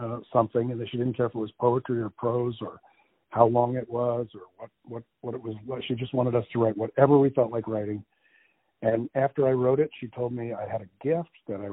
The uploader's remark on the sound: On the phone